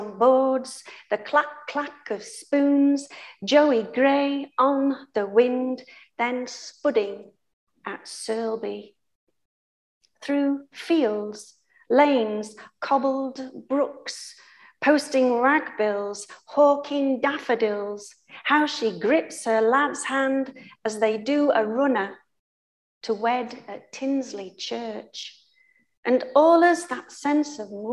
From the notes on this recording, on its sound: The main recording failed for this event so we have used the audio from Zoom instead - apologies for the lower audio quality